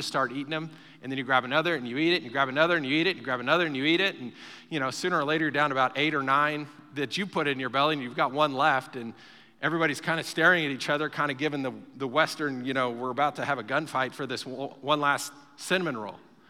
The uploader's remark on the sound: Recorded live during our Wednesday night service